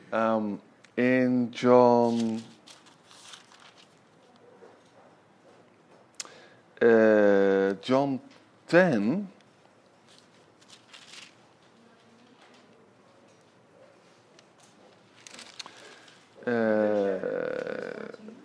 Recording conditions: large echoing room